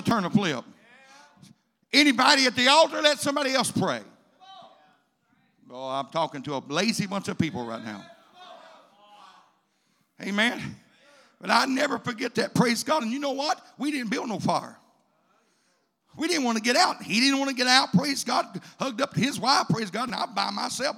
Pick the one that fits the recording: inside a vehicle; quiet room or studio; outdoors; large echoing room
large echoing room